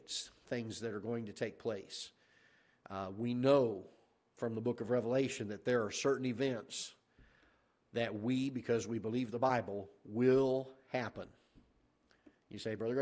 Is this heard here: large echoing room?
yes